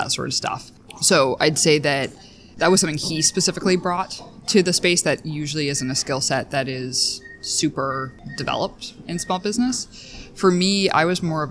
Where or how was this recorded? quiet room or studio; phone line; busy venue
busy venue